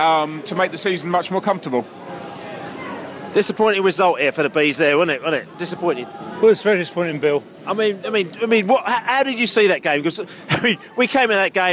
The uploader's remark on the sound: post-match podcast from the pub